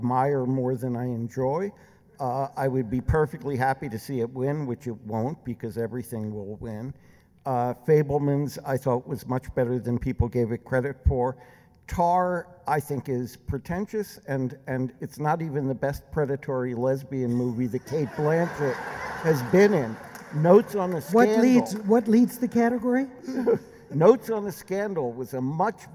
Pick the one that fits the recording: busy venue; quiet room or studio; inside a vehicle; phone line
busy venue